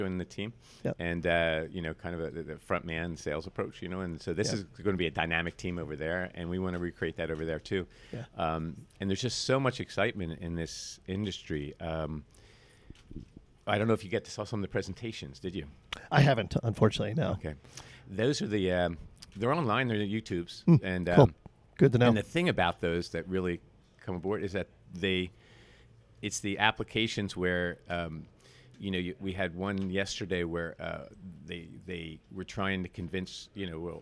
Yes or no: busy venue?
yes